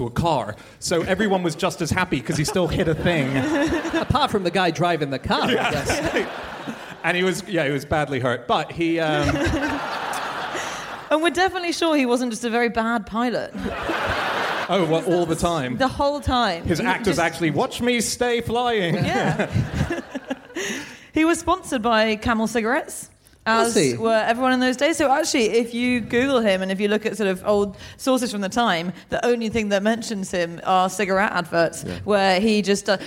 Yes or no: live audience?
yes